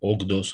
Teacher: Că D e sonor, C e surd. Și atunci C-ul se transformă în sonora corespondentă